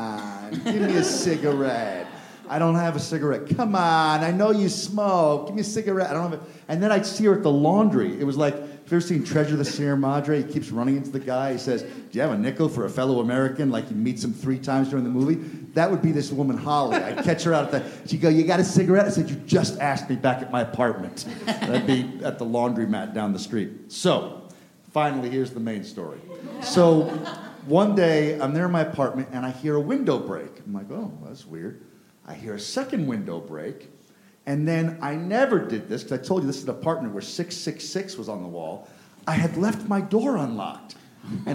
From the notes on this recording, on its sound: Recorded Live at UCB Sunset. With a live show at the UCB Sunset Theater in Los Angeles!